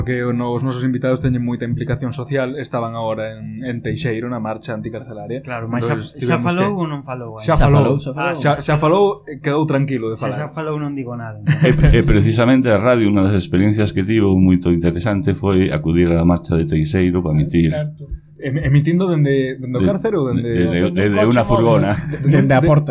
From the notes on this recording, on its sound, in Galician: en directo durante a Festa Hortera da Radio Kalimera en Decembro de 2021